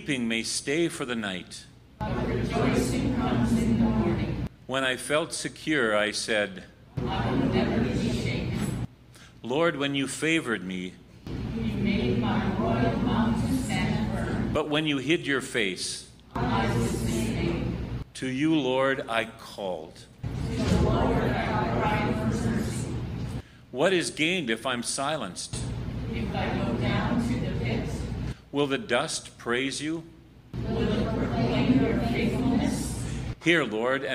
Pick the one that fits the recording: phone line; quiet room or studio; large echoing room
large echoing room